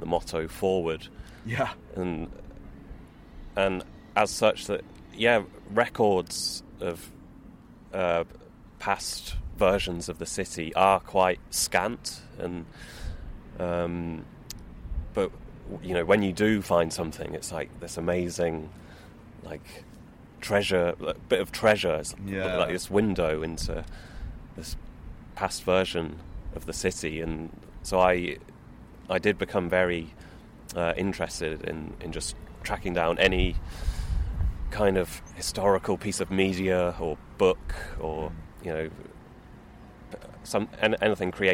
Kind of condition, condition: setting, outdoors